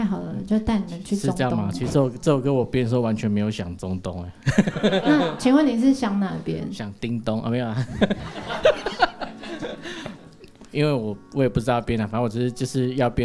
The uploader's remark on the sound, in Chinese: 巡演的第八站我們來到了高雄的曾記熱炒店。整集不斷地聽到大家的碗筷碰撞聲，甚至從演出開始到結束前十分鐘都沒有停止上菜。本集為高雄場現場收音錄製。左營高鐵逼逼發車聲。曾記熱炒廚房直擊煎煮炒炸聲。